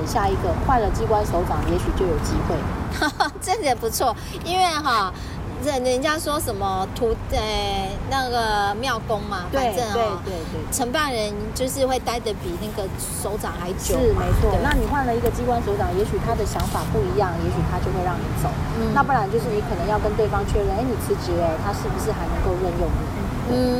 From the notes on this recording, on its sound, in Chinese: 第3及第4集是普度後在戶外錄音，背景音有很多風聲，請想像是跟著我們一起在公園聊天的感覺吧。